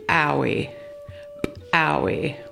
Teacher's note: The ejective P sound in Klallam is pronounced just like the English letter P, but with a stronger pop.